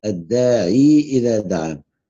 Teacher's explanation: يقرأ ورش بإشباع الكسرة ياء ويثبت ياء الزائدة هنا